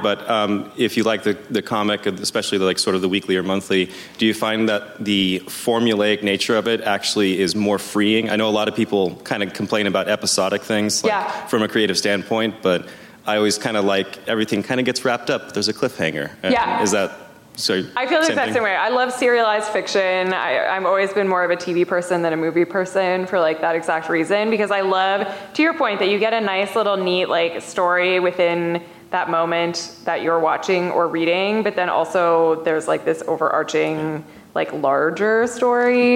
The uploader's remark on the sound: LIVE from SDCC. San Diego Comic Con, for inviting us back for a second year to do a live podcast recording!